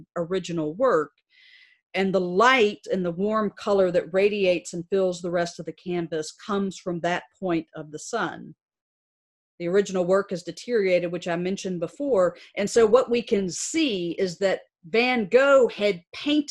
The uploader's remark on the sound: presented on Trinity Commons Zoom Evening Prayer Worship during this season of physical distancing